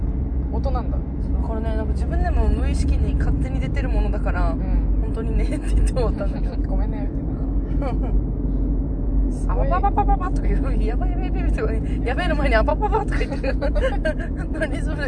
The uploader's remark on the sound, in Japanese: ドライブ収録でお届けしたいと思います。